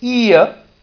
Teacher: So in the first case, ear, there is a centering diphthong that is initiated from close front location